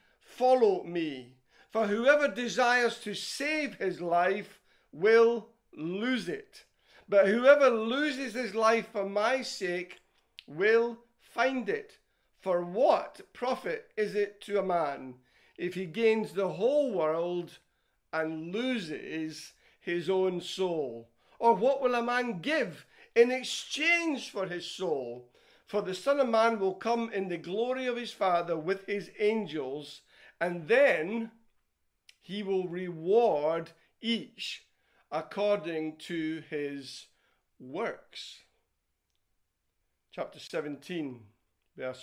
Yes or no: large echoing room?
yes